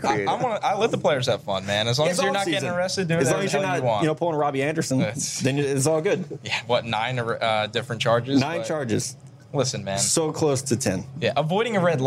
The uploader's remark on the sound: We're LIVE (kinda) from Draft Picks Taproom in Mobile, AL!